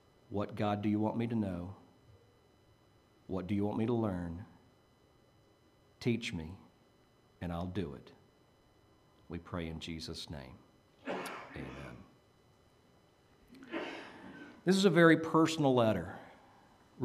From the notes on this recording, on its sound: Preached at Maranatha Bible Church